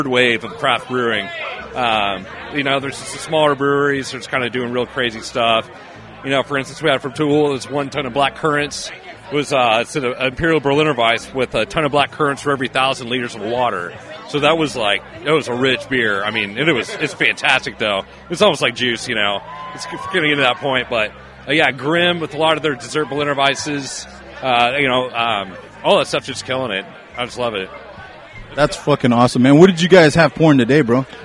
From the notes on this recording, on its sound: We were Live at Parkville Microbrew Fest